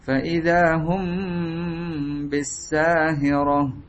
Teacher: mim sukun bertemu dengan ba ikhfa safawi ditahan juga